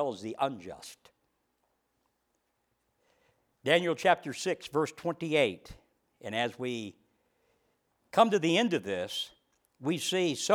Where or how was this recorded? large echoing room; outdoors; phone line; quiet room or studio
large echoing room